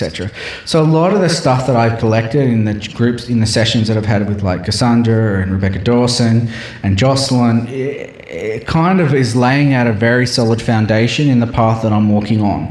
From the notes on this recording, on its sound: Presented at the Mind Body Spirit Festival in Brisbane, Queensland, Australia and shared the Heart Activation Music on the main stage and a live sound healing session.